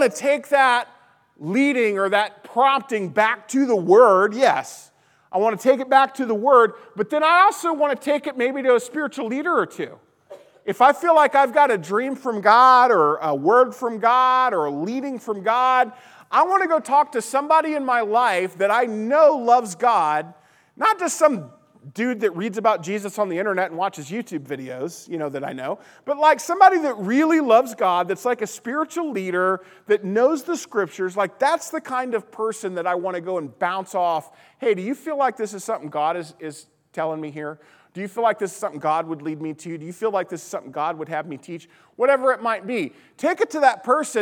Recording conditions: large echoing room